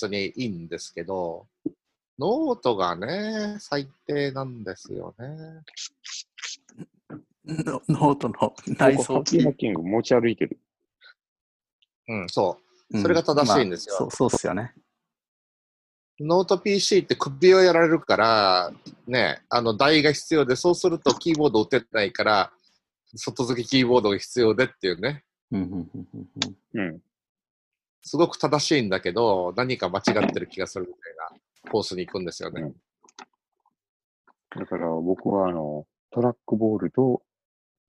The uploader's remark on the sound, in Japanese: ZoomでおしゃべりG.W版。Zoomを有償版にアップグレードした方がいいかなぁ～。